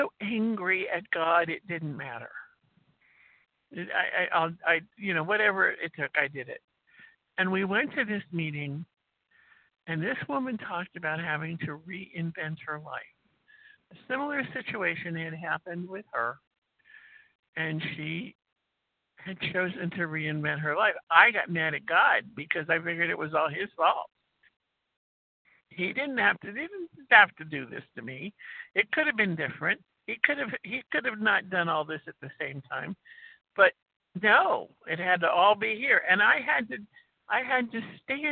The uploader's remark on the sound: qualification from the 100 Pounders Phone Meeting